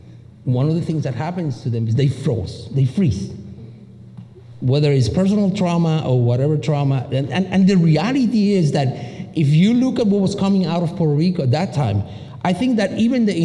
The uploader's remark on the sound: Offered a lecture at Wistariahurst Museum. Recorded at Wistariahurst Museum on April 17th, 2018.